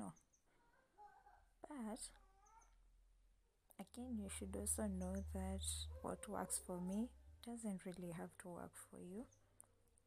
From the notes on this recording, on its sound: should you hear noise in the background it's because I don't leave alone and I have no way of fixing that for now